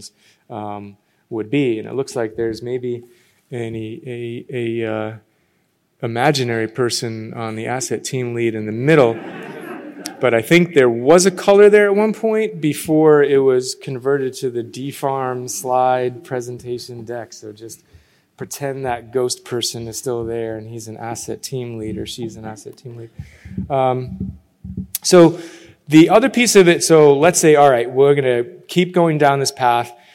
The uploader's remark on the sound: In this session recorded at DPHARM 2022